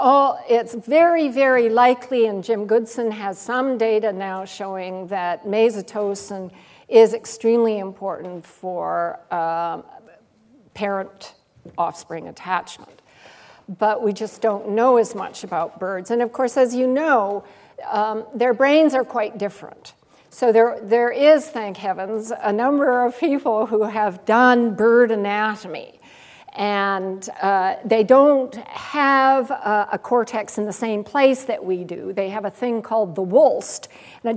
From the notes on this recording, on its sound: Gifford Lecture - Recorded 11 May, 2010 at St Cecelia's Hall, The University of Edinburgh